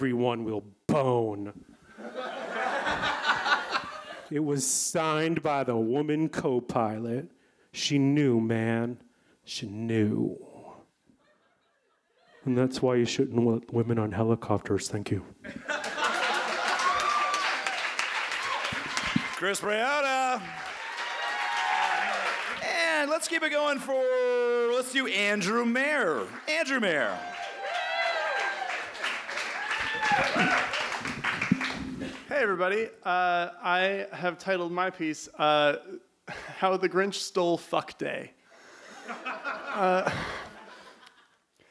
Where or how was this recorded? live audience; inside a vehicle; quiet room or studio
live audience